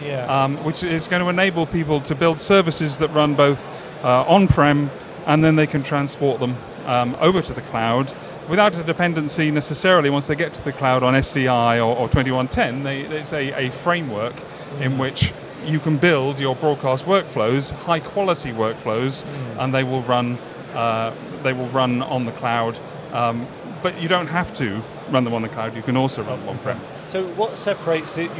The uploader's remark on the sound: At IBC 2022